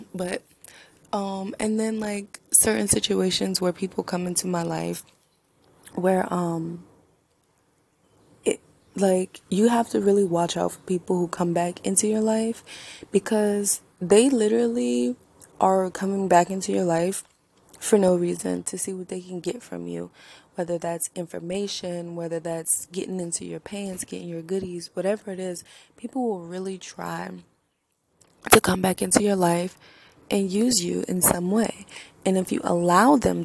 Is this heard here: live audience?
no